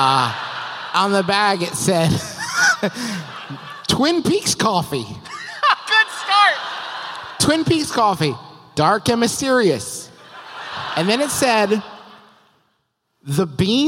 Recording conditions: live audience